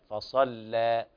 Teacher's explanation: لابد من ترقيق اللام وتقليل ذات الياء، فصلى، والتقليل بهذه المرتبة.